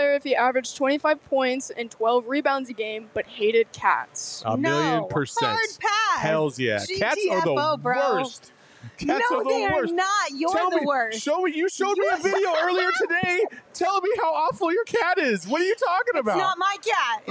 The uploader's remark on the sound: live from Four Peaks